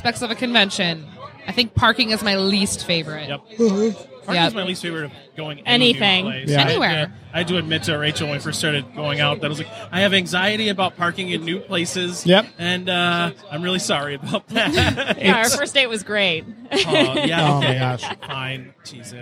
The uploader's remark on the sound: live on the con floor at Astronomicon